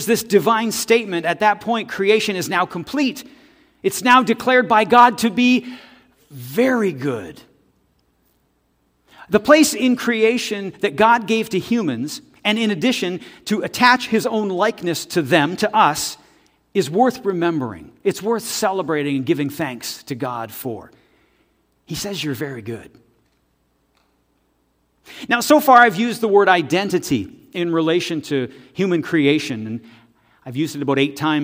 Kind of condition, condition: setting, large echoing room